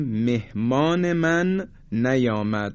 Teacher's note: وقتی که این رو تلفظ میکنیم میبینیم که زمانی که نون و میم رو تلفظ میکنیم همه اینها مثل یک آدمای سرماخورده، تمام این صداها یعنی میم و نون در فضای بینی هستند که بهش میگن غنه